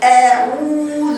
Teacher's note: انا لما قلت الهمزه قلتها من الحلق اقصى الحلق